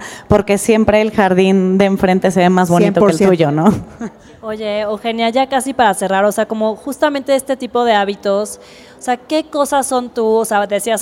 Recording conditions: live audience